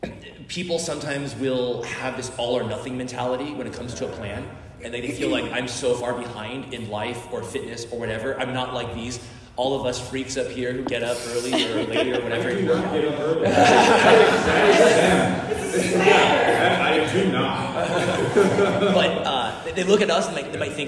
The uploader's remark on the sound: TwitchCon 2023 Fitness Panel. The panel that I spoke on at this year's TwitchCon.